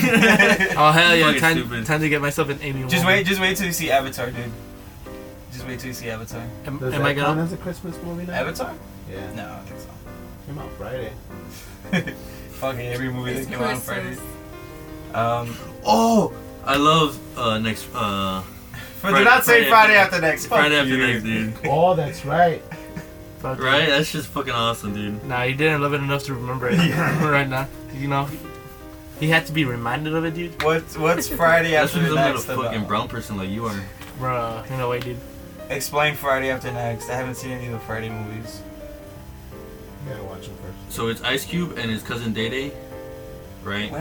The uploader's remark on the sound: This special episode will have background music to cover the horrendous white noise in the background of our recording, sorry.